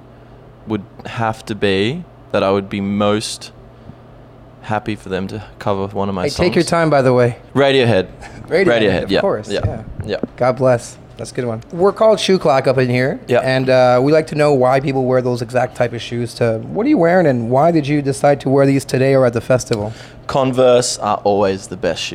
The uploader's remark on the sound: Those are the interview we did at FME during the festival.